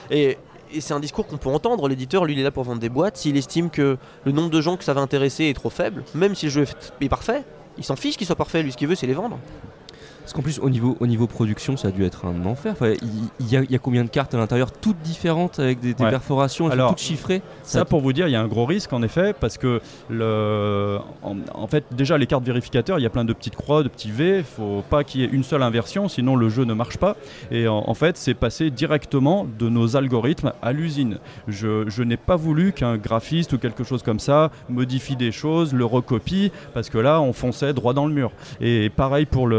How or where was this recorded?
busy venue